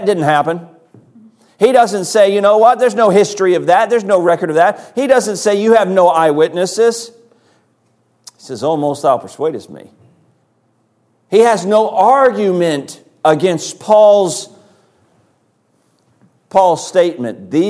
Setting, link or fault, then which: setting, large echoing room